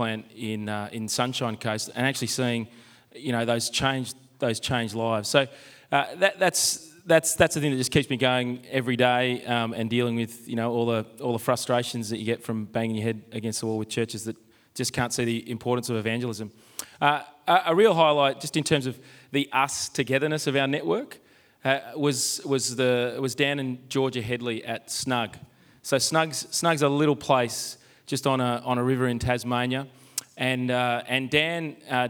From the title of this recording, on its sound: Live from Multiply and Reach Australia